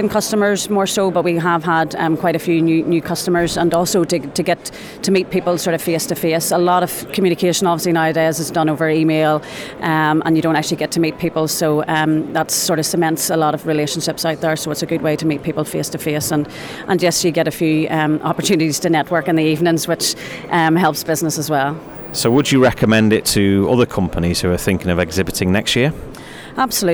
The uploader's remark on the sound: FPS Expo 2017 Podcast. Listen to exhibitors and organisers live from Exhibition Centre Liverpool.